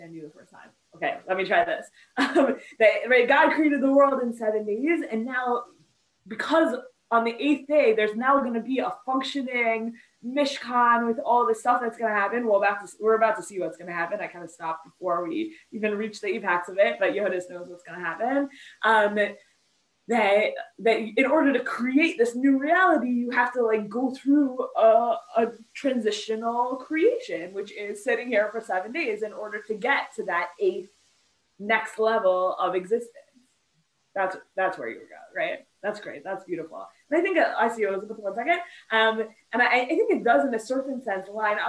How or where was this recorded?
video call